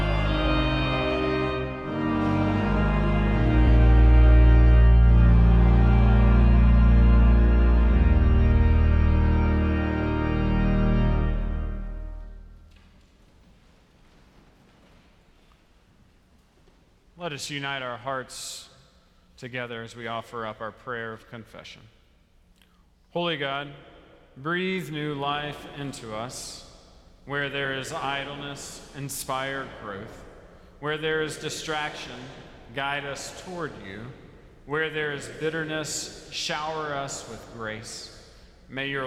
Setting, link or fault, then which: setting, large echoing room